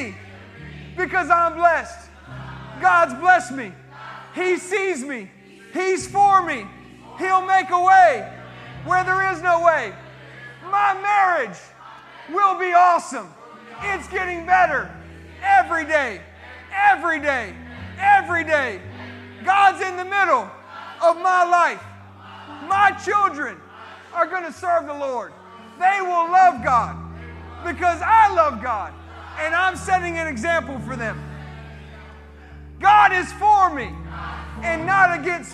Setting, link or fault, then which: setting, large echoing room